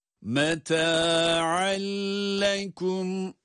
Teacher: Burada meta'en kelimesinde ayn harfine dikkat ediyoruz. Ayn boğazın ortasından çıkacak şekilde.